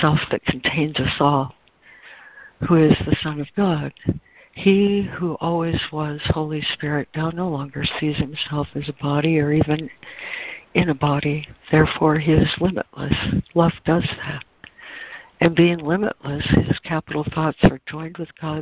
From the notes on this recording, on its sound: ACIM Daily Conference Call